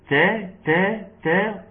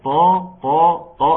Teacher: الاثنين بخرجوا من مخرج واحد ولكن حرف مرقق وحرف مفخم